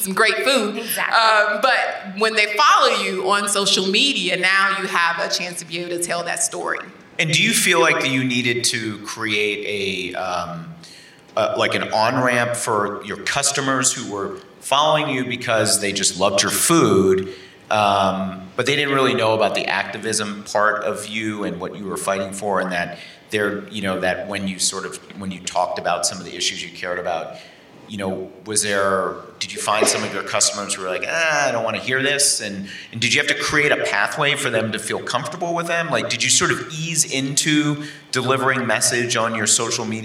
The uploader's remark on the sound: in Princeton, New Jersey at the Bead Foundation Summit